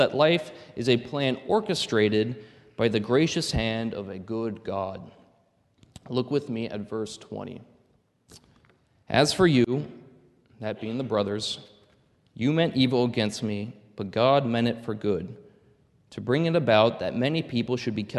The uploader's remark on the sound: This is a sermon recorded at the Lebanon Bible Fellowship Church in Lebanon, PA during the evening service.